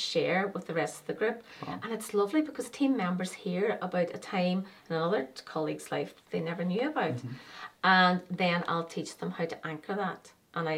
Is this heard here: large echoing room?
no